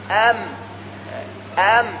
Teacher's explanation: مخرج الميم من بين الشفتين